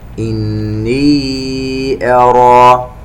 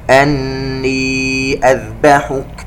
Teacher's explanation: عندنا مد منفصل بمقدار أربع حركات